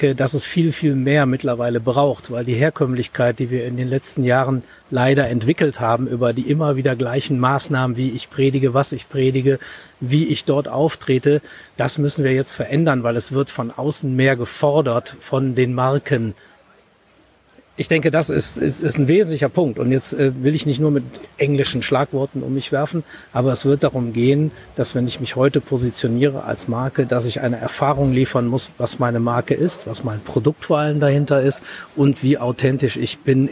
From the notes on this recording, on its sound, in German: Der Podcast wurde im März 2019 auf dem Next Act Event aufgenommen. Der Podcast wurde im März 2019 auf dem Next Act Event aufgenommen.